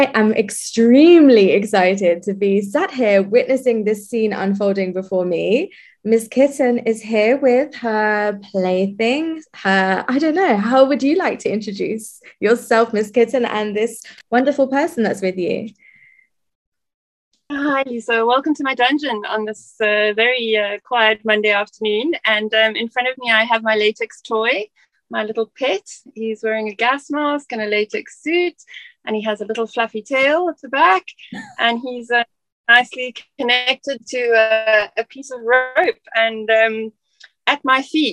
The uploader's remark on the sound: As our Zoom call began